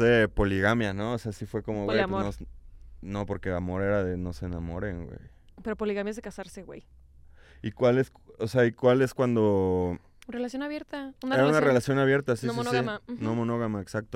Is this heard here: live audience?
no